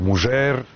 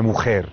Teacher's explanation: dž, ž, š, što su sve foneme koje su u savremenom španskom reducirane na h